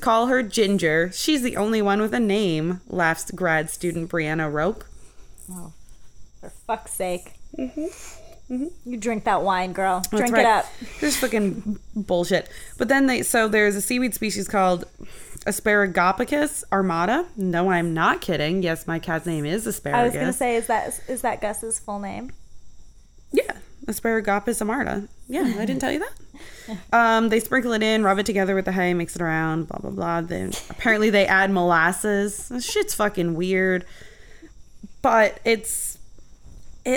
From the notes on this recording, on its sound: The real live neighborhood crickets in the background.